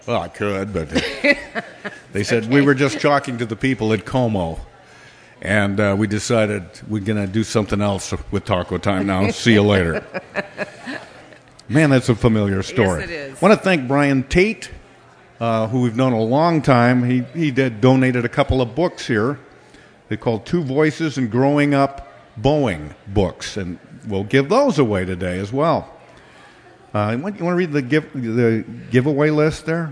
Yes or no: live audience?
yes